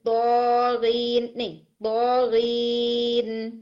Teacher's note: غی کو اسٹریچ کر سکتے ہیں آپ 2 4 6 لیکن طا کو نہیں، ناٹ مور دین 2